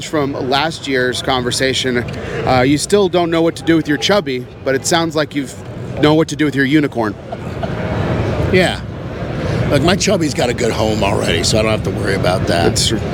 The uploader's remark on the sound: PCA 2023. It was no surprise that the Dunbarton booth was bustling with activity. As he gave us a 36-minute interview at PCA.